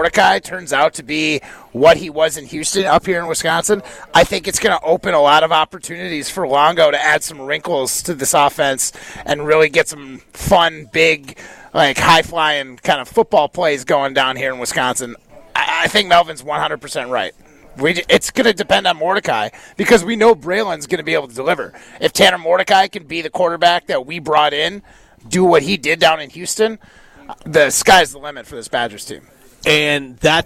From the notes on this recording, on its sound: live at Hometown Pharmacy in Waunakee